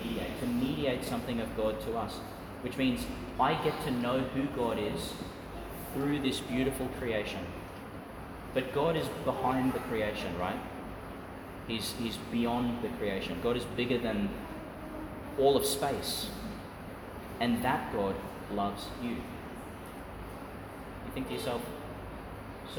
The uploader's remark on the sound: Reflection for some of the children at St Francis of Assisi Catholic Primary School, delivered in St Peter Chanel Church, Tannum, Qld.